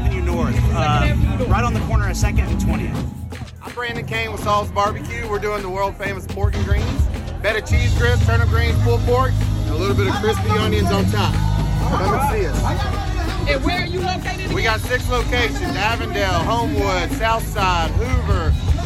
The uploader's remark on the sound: At Sloss Furnaces Birmingham Food & Culture Festival. Sloss Furnances Birmingham Food & Culture Festival.